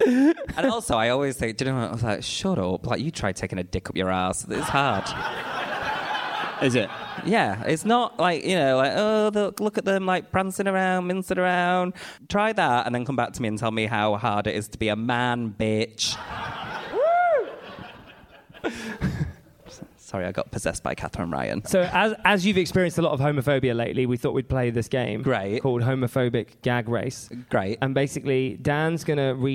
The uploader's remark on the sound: Live in Manchester. Live from the Manchester Podcast Festival.